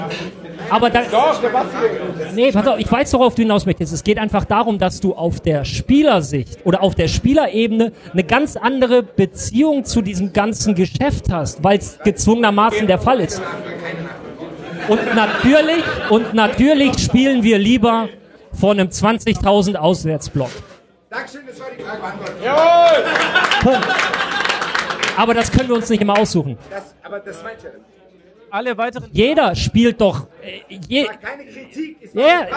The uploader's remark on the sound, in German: Die erste Rasenfunk-Live-Folge! Das erste live vor Publikum aufgezeichnete Tribünengespräch fand im Rahmen des tkschland in München statt. Dank der Location im Stadion an der Schleißheimer Straße wurde aus dem Tribünengespräch ein Tresengespräch. Die Rahmenbedingungen waren etwas anders als sonst und dementsprechend ist diese Folge kürzer als gewohnt, vielleicht auch ein bisschen lauter im Hintergrund, aber so ist das eben: live ist live.